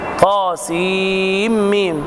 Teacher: طاء بمقدار حركتين تمد مدا طبيعيا